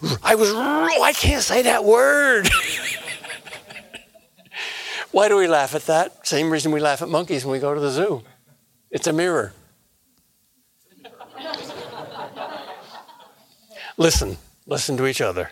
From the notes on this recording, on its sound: a lecture that was delivered as part of Acton University 2018